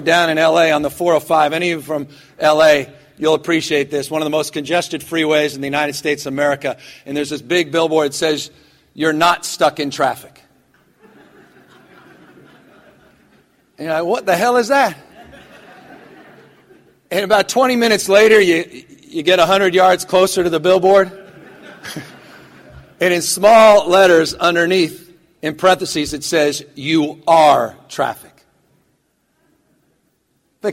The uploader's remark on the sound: keynotes the 2016 National Cannabis Industry Association’s Cannabis Business Summit & Expo in Oakland, California